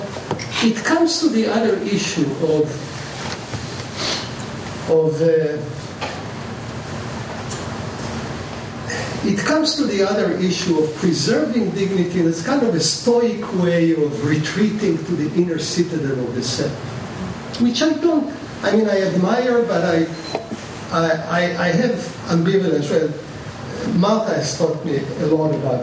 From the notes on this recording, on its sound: The 2015 Dewey Lecture was recorded on November 11 at the University of Chicago Law School.